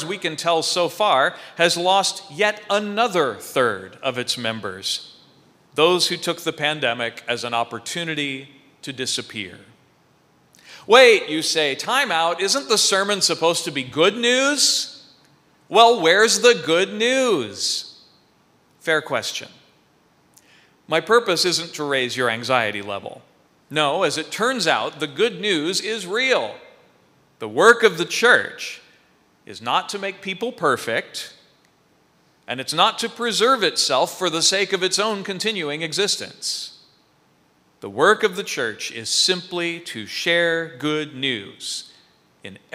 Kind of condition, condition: setting, large echoing room